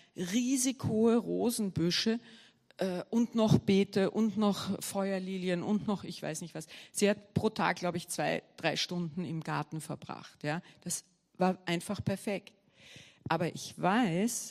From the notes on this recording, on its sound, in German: Gottesdienst live aus der LIFE Church Wien